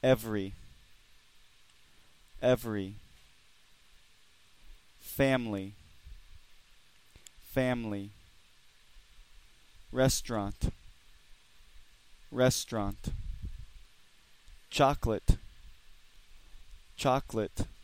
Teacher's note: Combined syllable words are words that are spelled with more syllables than are actually pronounced because in the word, a vowel is dropped